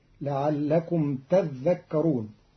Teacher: قرأ قالون كلمة تذكرون بتشديد الذال فتصير لعلكم تذكرون، وأصلها تتذكرون فأدغم التاء الثانية في الذال فصارت تذكرون.